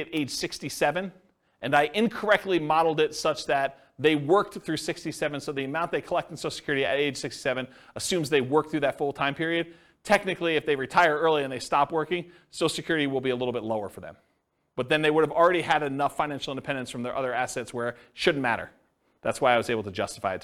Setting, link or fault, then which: setting, live audience